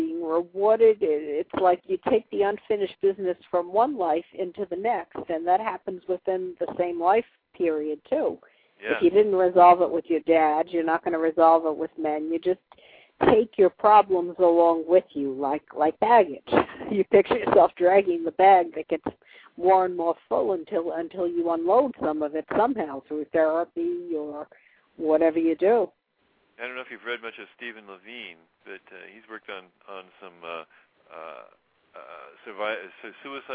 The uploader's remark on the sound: Take calls LIVE on the air.